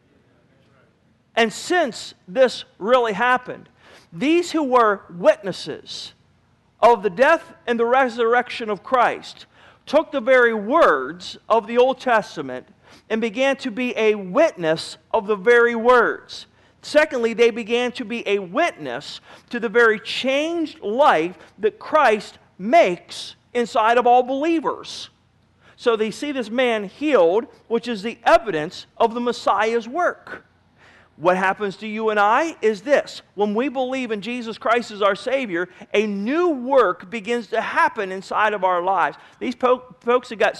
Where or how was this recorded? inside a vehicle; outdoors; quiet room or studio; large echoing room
large echoing room